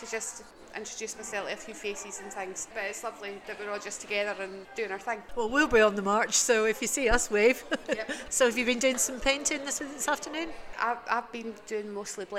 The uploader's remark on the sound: On location at the Yes Stones event "Boulders and Blethers"